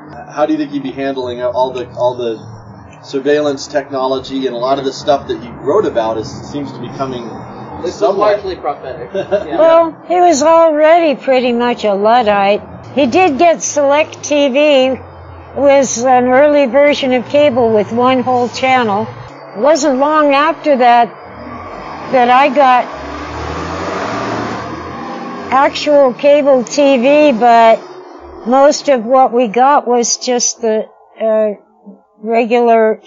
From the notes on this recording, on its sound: From The Pub. This type of on-the-spot interview was new for us, as was our equipment, so you may have to bear with us through some technical difficulties.